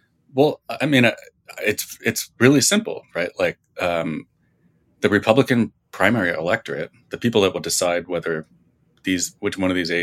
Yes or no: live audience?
no